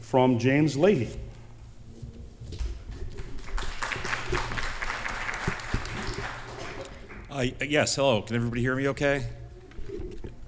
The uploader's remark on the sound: This is the full recorded session of the Holyoke City Council At-Large Candidates Forum. This is a collaboration of The Chamber of Commerce, The Holyoke Taxpayers Association, The Holyoke Youth Task Force, The Gandara Youth Development Center, Holyoke Media, and radioplasma. At the Holyoke Council on Aging at 291Pine St.